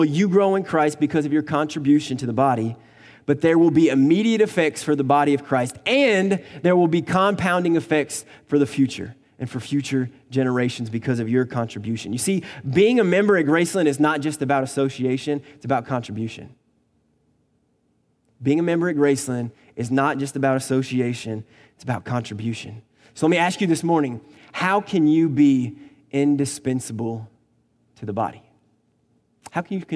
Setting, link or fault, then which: setting, large echoing room